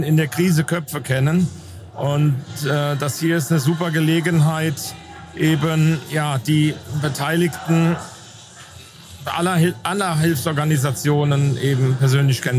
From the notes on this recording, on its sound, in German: Blaulichtgottesdienst 2022. Alle Hilfsorganisationen waren eingeladen, im Rahmen eines Gottesdienstes zusammenzukommen. Beim gemütlichen Abend mit leckerem Essen unserer Verpflegungseinheit haben wir live einige Stimmen zu dieser rundum gelungenen Veranstaltung eingefangen.